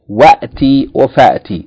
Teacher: And that's because the hamzatul ula, yani the hamzatul wasl, is omitted in pronunciation.